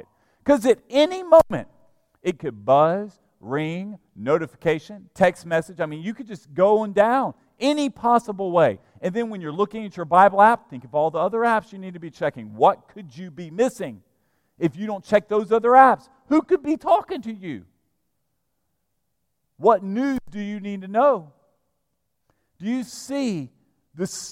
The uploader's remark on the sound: at Broadway Baptist Church, Lexington, Kentucky